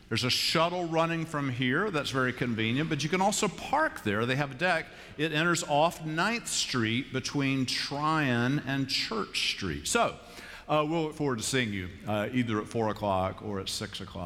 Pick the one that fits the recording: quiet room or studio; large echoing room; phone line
large echoing room